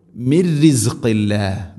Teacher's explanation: ഇവിടെ മിൻ സാക്കിനായ നൂൻ, ശേഷം റാ, ഇദ്ഗാം ബിലാ ഗുന്ന, മണിക്കാതെ കൂട്ടിലയിപ്പിക്കണം നൂനിനെ റായിലേക്ക്.